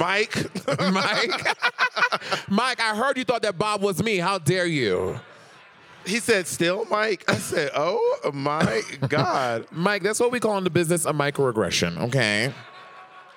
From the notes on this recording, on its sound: Live in Aspen. Coming to you live from Aspen! In mountains earlier this year during Aspen Gay Ski Week 2022.